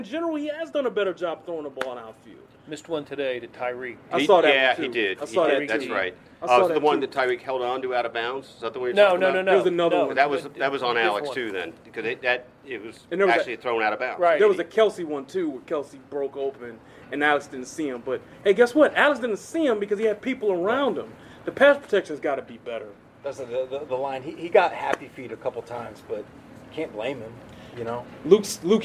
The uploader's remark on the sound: live from AT&T Stadium